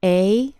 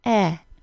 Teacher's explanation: The long A is a two-sound vowel. It begins with the tongue neutral in the center of the mouth. Then the tongue rises to a sound similar to a Y sound. · Shown in: first take · This means that the tongue is moved close to the hard palate and the back of the tooth ridge.